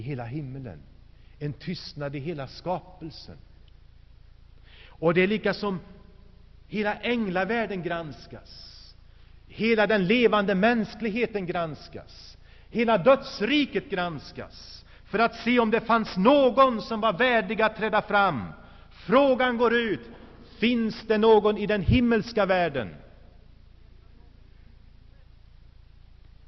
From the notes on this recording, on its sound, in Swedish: Inspelad i Saronkyrkan, G&#246;teborg 1985-02-03.